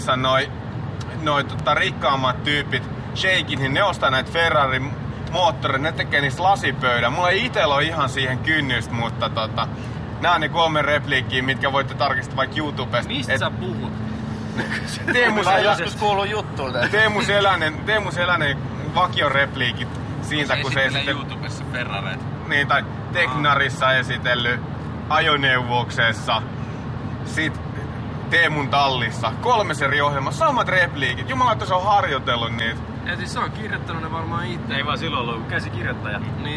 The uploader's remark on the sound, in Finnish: Luvassa on jälleen autoilu jakso. Korporaation pojat oli matkalla kohti Viroa ja mukaan oli sattumalta tullut nauhoitusväline.